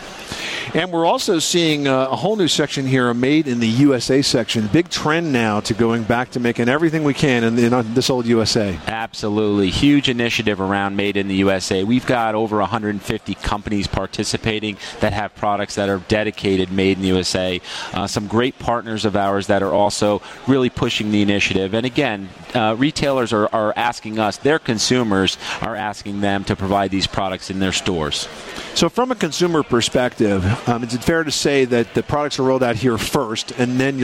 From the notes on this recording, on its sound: Broadcasts from the Top Products Pavilion at the 2014 National Hardware Show.